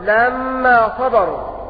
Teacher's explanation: وقرأ باقي القراء لما صبروا بتشديد الميم